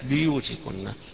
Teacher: باقي القراء يقرؤونها بكسر الباء